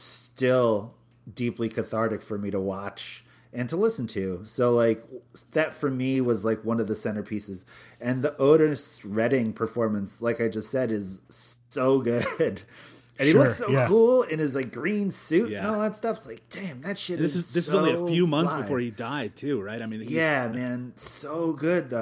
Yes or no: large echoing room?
no